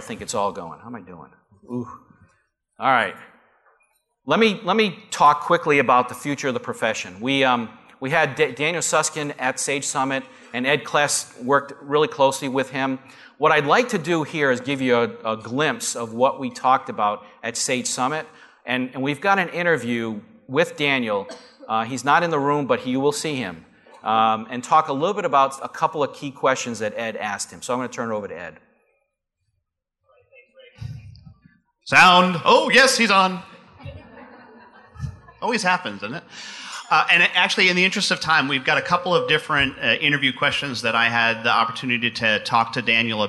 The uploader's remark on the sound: Live Broadcast at the The IPBC IGNITE Conference.